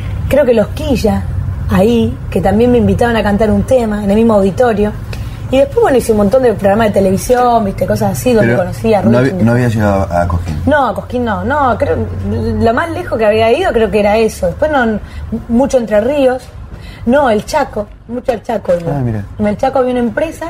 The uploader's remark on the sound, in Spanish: realizada en un bar de Buenos Aires